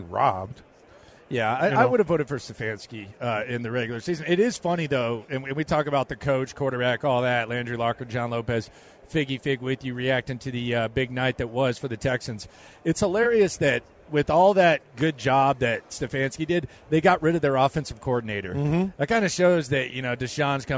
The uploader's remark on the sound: The sounds from the Red Carpet last night